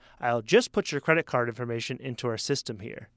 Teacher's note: The just is emphasized. The just is a little bit louder